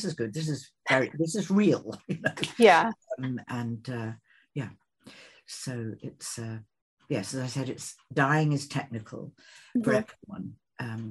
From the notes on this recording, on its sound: Over Zoom for an exclusive interview.